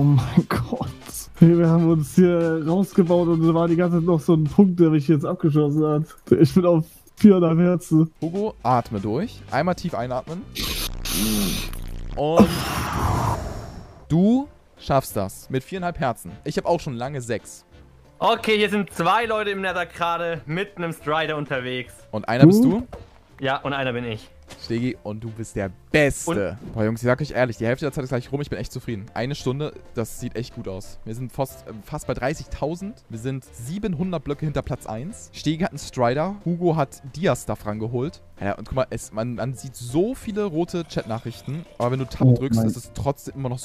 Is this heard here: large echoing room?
no